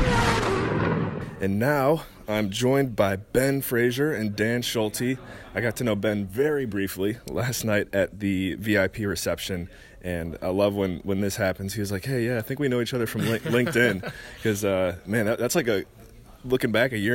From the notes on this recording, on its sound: Various interviews LIVE from the 2020 Intelligent Investors Real Estate Conference. Various interviews LIVE from the 2020 Intelligent Investors Real Estate Conference.